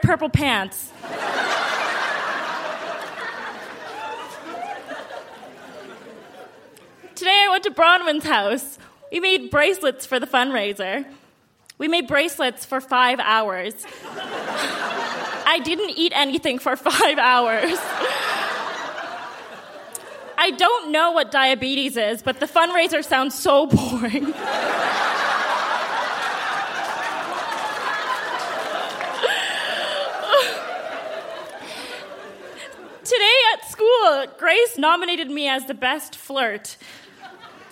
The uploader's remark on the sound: Recorded live at the Park Theatre in Winnipeg.